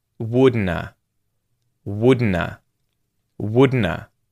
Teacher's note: So we can contract this when speaking quickly in English, and instead of would not have, it sounds like wouldna